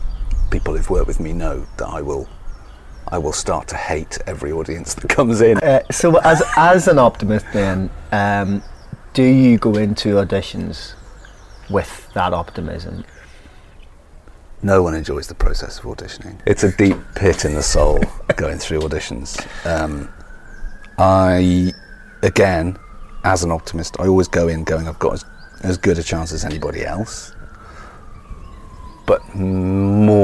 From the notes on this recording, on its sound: Recorded in his garden